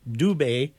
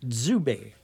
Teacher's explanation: And then also there are two consonant sounds. And there's a D that would be pronounced as though it was a D-Z sound · Shown in: second take